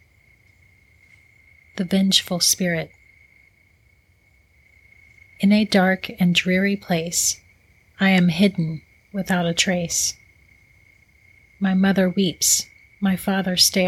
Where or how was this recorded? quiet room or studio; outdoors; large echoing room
outdoors